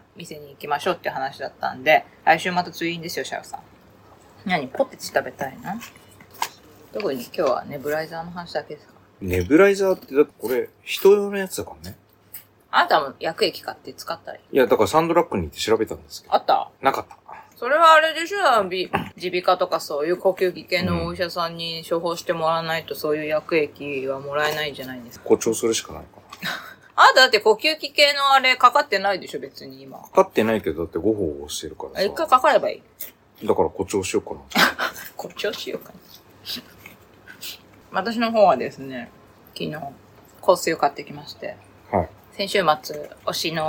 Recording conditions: phone or laptop microphone